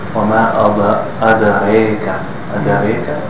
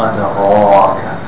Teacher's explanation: the incorrect way is making the Ra somewhat thin. · Shown in: first take